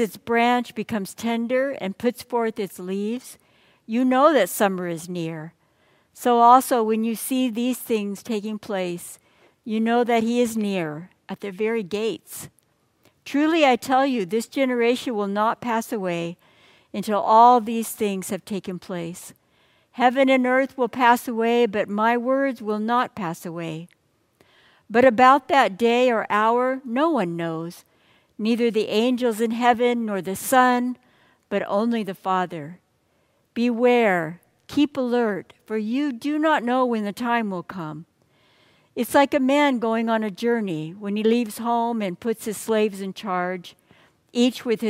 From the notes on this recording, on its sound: Message delivered during the Traditional Worship Service on the First Sunday of Advent. San Marino Community Church.